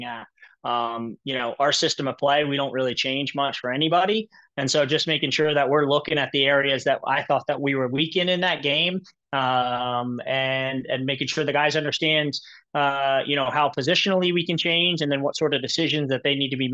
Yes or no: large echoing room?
no